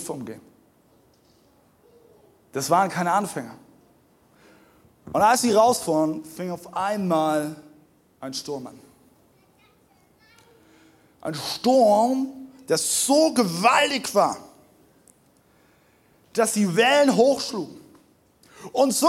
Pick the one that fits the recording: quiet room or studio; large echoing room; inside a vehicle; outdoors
large echoing room